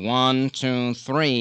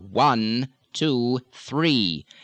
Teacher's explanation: It's still that what's sometimes characterized or called a twanginess or a twangy sound without it actually coming out the nose · Shown in: second take